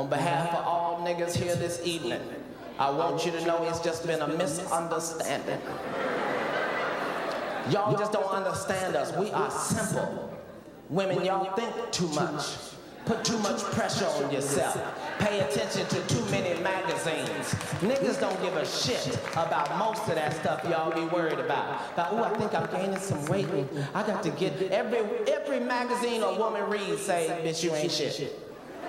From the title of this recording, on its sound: LIVE! - CINCINNATI - FULL CONCERT